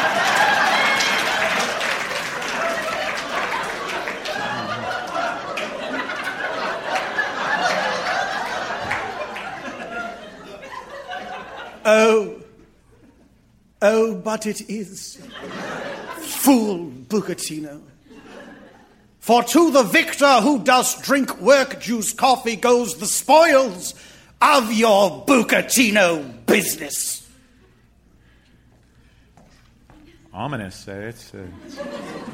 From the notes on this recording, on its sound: Recorded Live 9/7/2013 at Largo, Los Angeles.